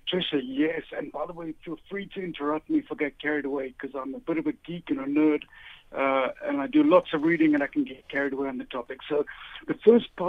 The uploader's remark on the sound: Guest on the line.